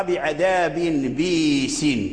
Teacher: أبدل الهمزة ياء لأن قبلها كسرة، قبلها كسرة الباء، والهمزة في لغة العرب يجوز أن تبدل من جنس حركة ما قبلها أو تبدل من حركتها.